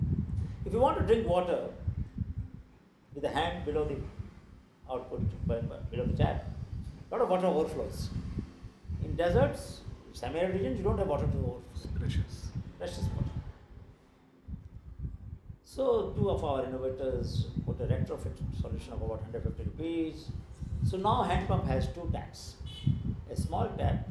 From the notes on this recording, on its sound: In this podcast, recorded in Ahmedabad in peak Navratri season (sorry about the background noise).